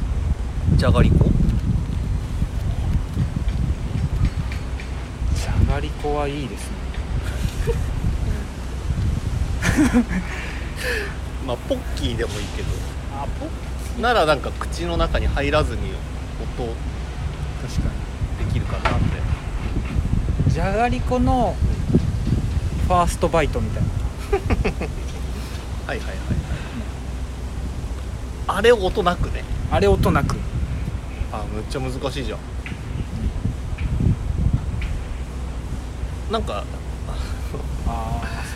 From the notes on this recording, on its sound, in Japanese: 屋上で収録した。外気と一緒。